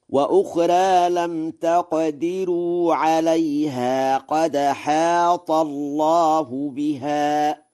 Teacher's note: ورش: وأخرى بالتقليل، وهو لغة فصيحة، وقرأ بترقيق راء لم تقدروا ونقل حركة الهمزة إلى الساكن قبلها في قوله قد حاط